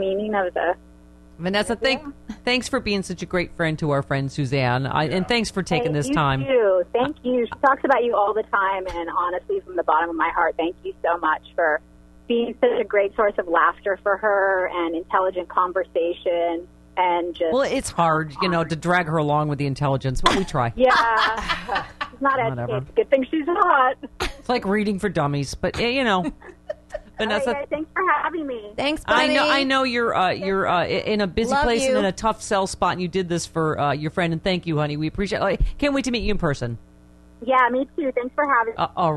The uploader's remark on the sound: (in studio). (by phone).